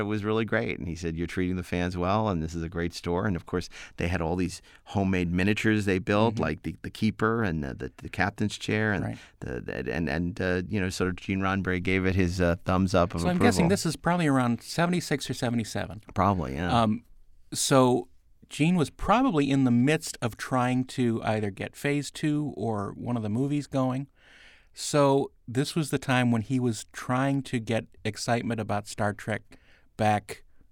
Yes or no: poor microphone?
no